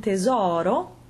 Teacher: in the O-R-O ending, as we had in tesoro, the stressed O is open